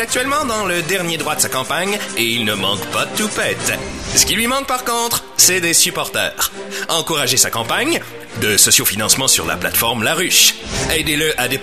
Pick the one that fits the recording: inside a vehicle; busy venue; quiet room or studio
busy venue